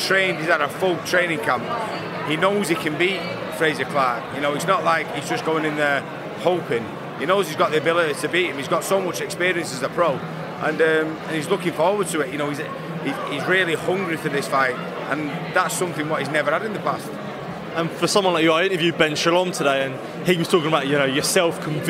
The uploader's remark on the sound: at the Premiere of new Sky Documentary 'HATTON'